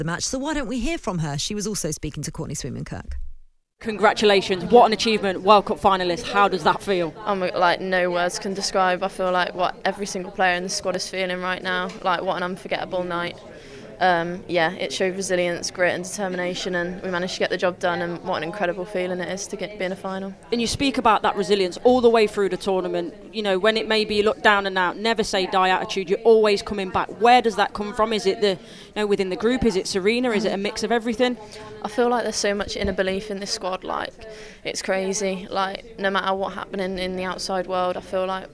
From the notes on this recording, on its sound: You'll hear post match audio from Stadium Australia.